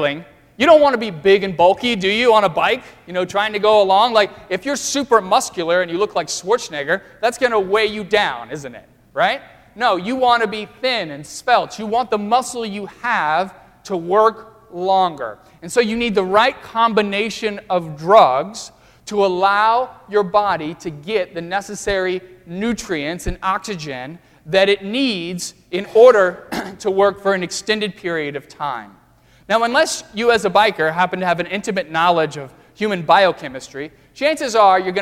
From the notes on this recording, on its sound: during the Crossroads service (9:30 am) on Sunday, March 6, 2016, at First Presbyterian Church of Arlington Heights, Illinois.